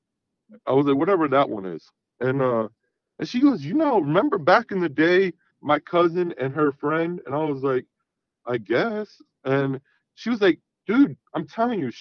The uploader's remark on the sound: he called in to talk all about it